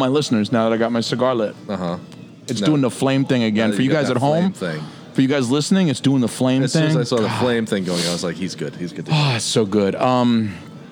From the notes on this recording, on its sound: LIVE at Federal Cigar in Dover, NH. LIVE at Federal Cigar in Dover, NH.